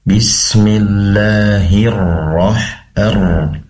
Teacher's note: pastikan ro yang bertasydid ditekan ya. Bismillahirrahmanirrahim.